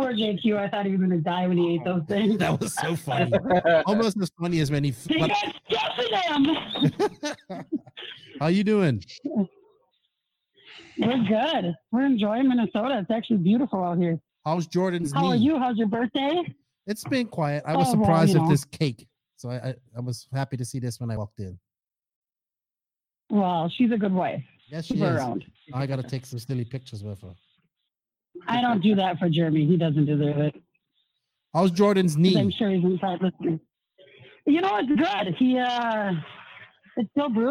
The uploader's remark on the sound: here is the audio from the live NNRC Hotline this week